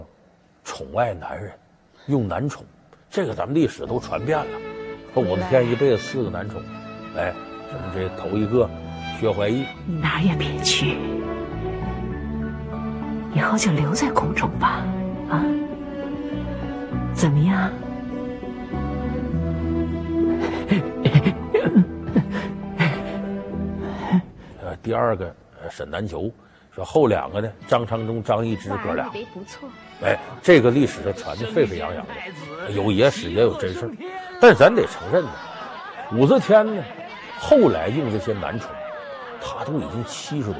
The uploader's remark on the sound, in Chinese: 還有聽故事的觀眾。